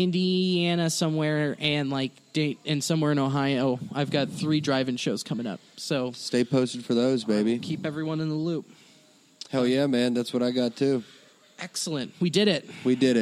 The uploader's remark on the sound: Live From the Go Bananas Parking Lot